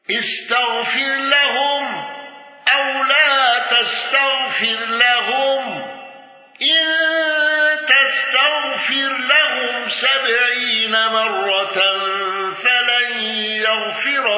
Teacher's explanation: الأزرق بإشباع الصلة وترقيق راء يغفر.